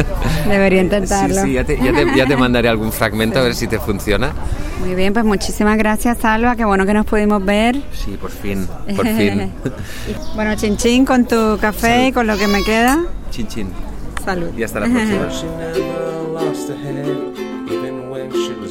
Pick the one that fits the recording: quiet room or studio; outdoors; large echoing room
outdoors